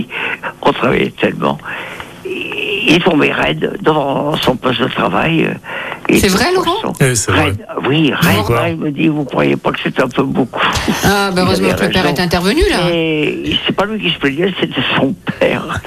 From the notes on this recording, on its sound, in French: L'invité surprise au téléphone